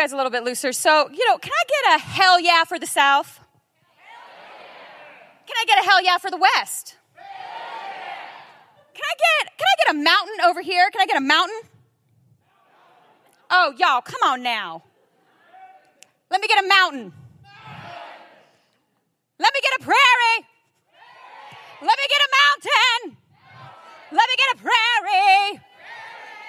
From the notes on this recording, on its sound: This episode is a special recording from a Mountain & Prairie live podcast in Bozeman, Montana. More than 300 folks gathered at the historic Ellen Theatre in downtown Bozeman to watch, listen, and participate.